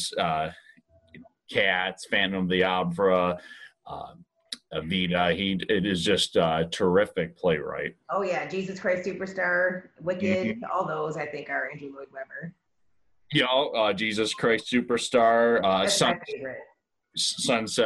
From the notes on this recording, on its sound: Thanks to Zoom we were able to connect